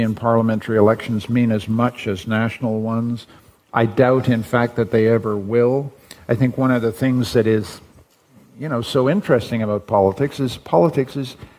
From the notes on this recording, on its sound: Broadcasted live in De Balie in Amsterdam